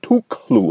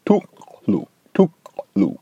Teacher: I'm pronouncing something in the region of my uvula, that little thing bouncing around at the back of the throat. · Shown in: second take